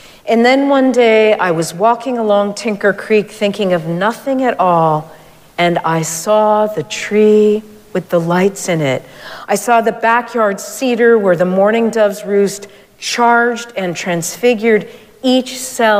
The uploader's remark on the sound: Recorded live at Arlington Street Church.